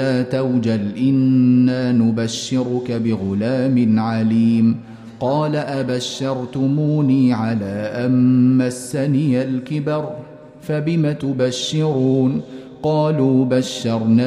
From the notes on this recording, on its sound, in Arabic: مسجل من صلاة التراويح بمسجد السلام بحي مشرفة بجدة.